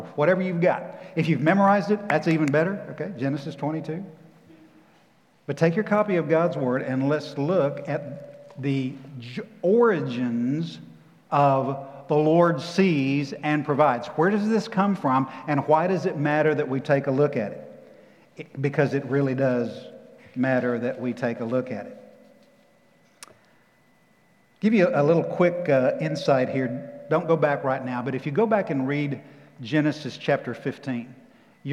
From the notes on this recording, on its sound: Recorded live at The Fellowship in Nashville on June 13, 2021.